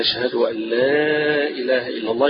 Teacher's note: يجوز المد هنا أقصى مد هتمد ست حركات فيها